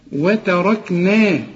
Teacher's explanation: الراء مفخمة والكاف والنون مرققين